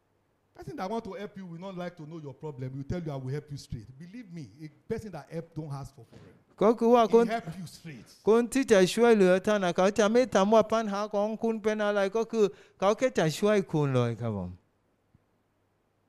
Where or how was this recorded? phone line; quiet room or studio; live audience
live audience